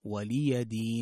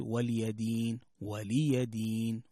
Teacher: طيب، وهنا تنبيه في الآية الأخيرة في قوله تعالى لكم دينكم ولي دين، من الأخطاء الشائعة أن تقرأ ولي دين ولي دين، والصحيح أن تحقق كسرة اللام في ولي وتوضح كذلك الياء فتحة الياء · Shown in: first take